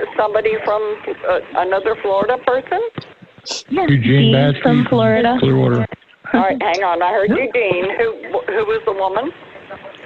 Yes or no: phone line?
yes